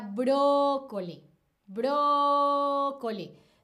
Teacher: entonación más fuerte en la sílaba antes de la penúltima, ¿no? En la antepenúltima. · Term: antepenúltima sílaba